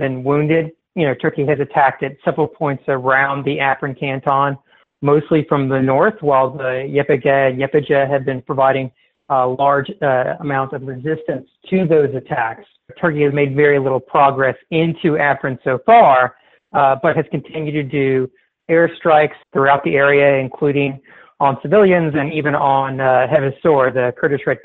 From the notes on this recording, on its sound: phones in with an update